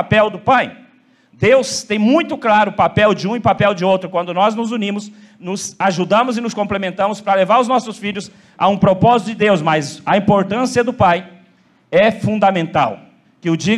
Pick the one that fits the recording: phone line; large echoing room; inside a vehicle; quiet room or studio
large echoing room